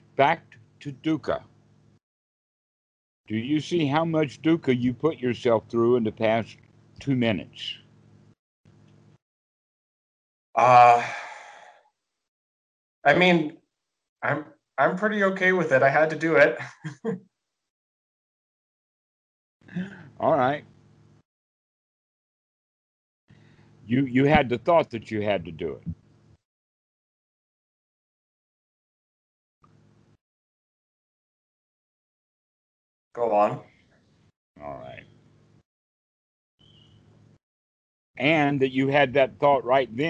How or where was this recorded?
video call